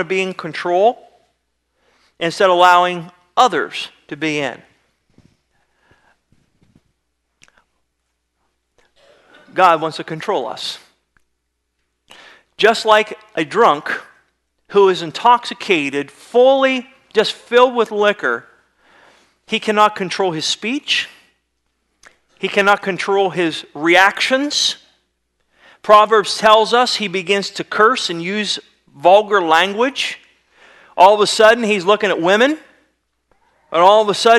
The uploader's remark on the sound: Sermon was recorded February 15, 2009 at Northside Baptist Church of Elkhart, Indiana